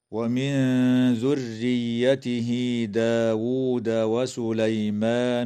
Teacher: إخفاء حقيقي للنون الساكنة عند الذال في قوله تعالى: ومن ذريته، وتوصل هاء الضمير بياء لفظية تمد وصلا بمقدار 2 حركات من قبيل مد الصلة الصغرى في قوله تعالى: ومن ذريته داود.